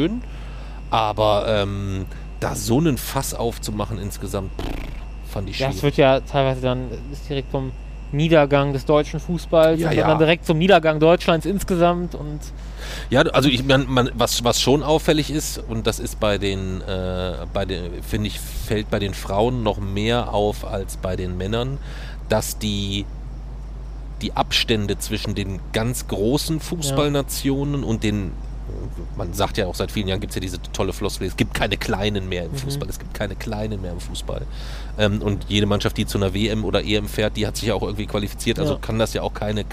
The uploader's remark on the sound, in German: Mit dem Zug in Bulgarien. Nach dem Urlaub, nachts auf dem Bahnhof in Varna aufgenommen.